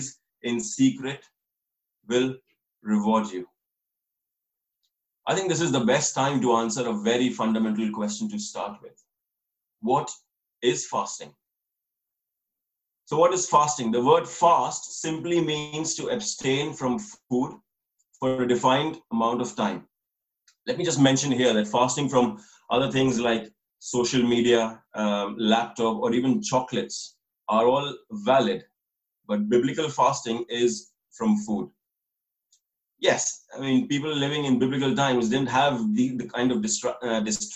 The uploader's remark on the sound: This message was recorded over Zoom, so please excuse any issues with the quality of recording.